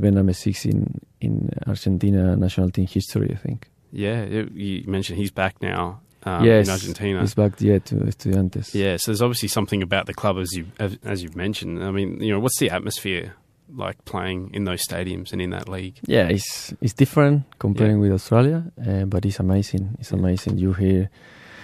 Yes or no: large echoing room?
no